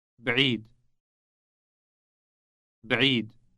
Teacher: It starts with a B sound followed by the sound that is produced deep in the throat.